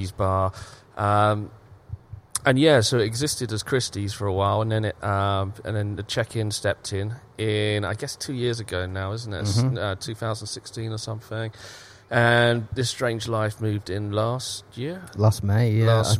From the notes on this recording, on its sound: Live from our new home at the Sportsman on Sukhumvit 13. Bangkok.